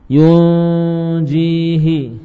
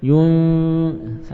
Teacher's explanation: bersiap tengah lidah menempel pada makhraj jim · Term: ikhfa